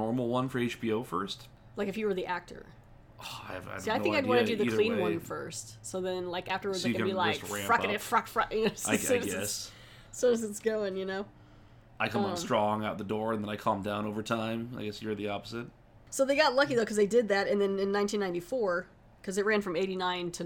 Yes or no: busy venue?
no